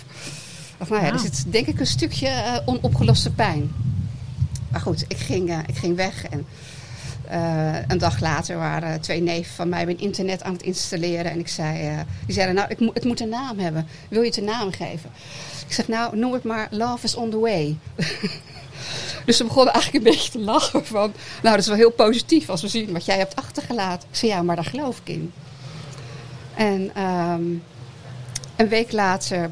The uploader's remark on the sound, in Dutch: De aflevering van #odeaandemagie is live opgenomen op Kampeerterrein de Lievelinge in Vuren tijdens het festival ZIN. Open podium.